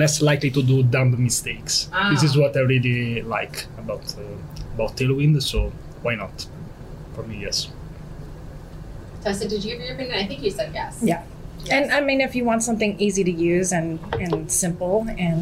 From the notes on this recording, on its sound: live at RenderATL